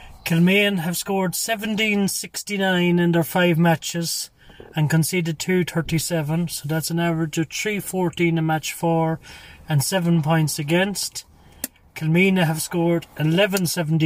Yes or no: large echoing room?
no